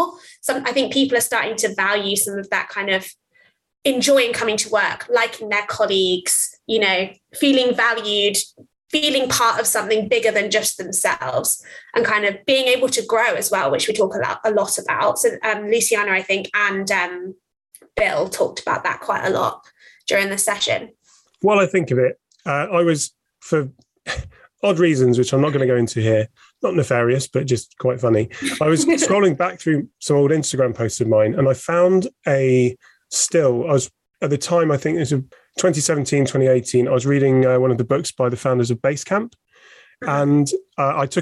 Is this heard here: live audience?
no